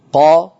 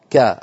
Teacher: القاف مفخمة والكاف مرققة